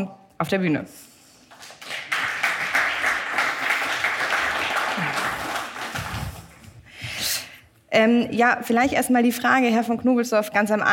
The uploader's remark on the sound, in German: Diesmal live vom Handelsblatt Wasserstoffgipfel in Salzgitter.